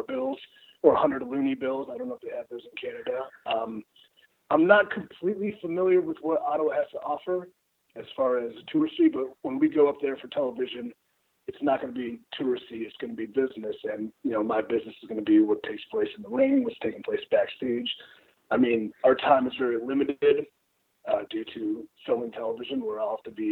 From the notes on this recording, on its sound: Wrapped their weekly media call not long ago. We just released the full audio from the call.